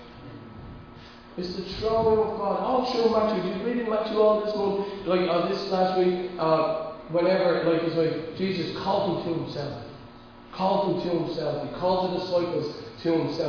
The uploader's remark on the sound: Recorded live at Liberty Church.